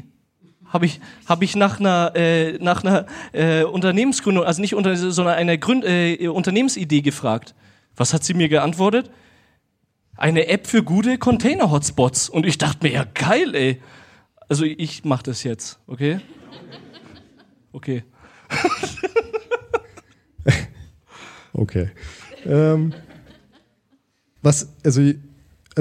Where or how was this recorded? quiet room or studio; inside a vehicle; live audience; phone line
live audience